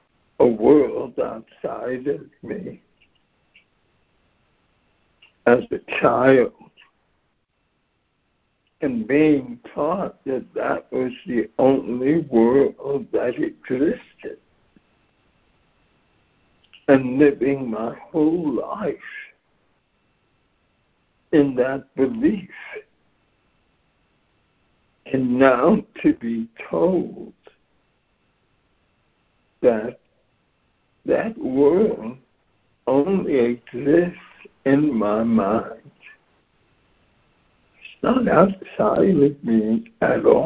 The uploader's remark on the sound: ACIM Daily Conference Call